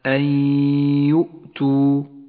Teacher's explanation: تدغم النون بالياء فتسقط النون من اللفظ وتغن الياء بمقدار حركتين النون لا تلفظ لذلك هي رمادية اللون والياء لونت بالأخضر إشارة · Term: الإدغام بغنة